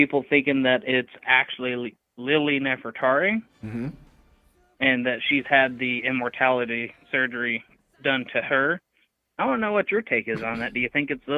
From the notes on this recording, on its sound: we will be discussing various topics and taking phone calls